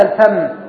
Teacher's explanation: وهكذا الفم الفاء والميم من مخرج واحد